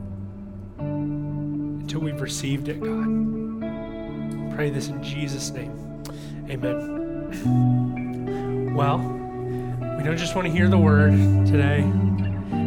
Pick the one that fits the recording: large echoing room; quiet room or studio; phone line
large echoing room